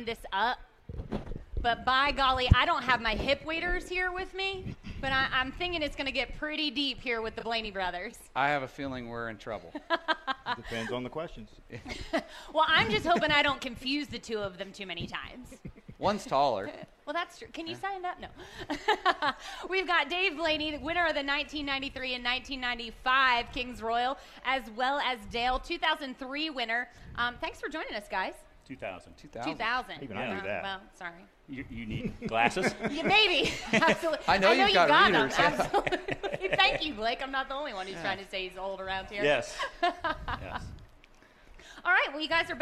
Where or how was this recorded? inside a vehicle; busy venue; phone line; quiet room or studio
busy venue